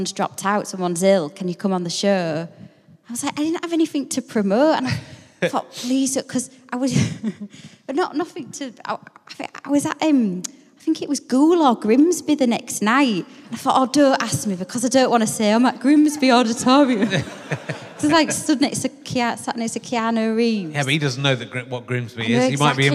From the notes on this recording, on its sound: at Hull City Hall for his last RHLSTP recording of 2019